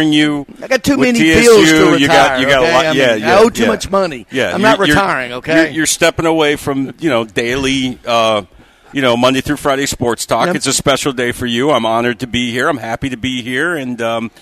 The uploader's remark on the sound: Broadcasting live from Strike N Spare